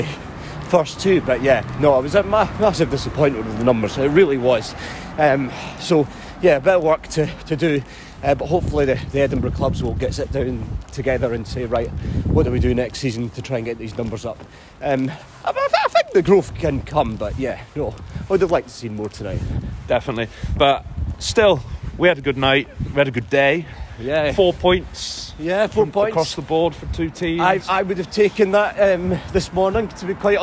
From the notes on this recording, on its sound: They were live at Tynecastle Park and Easter Road for the men’s game against Ross County and the women’s derby against Hibs.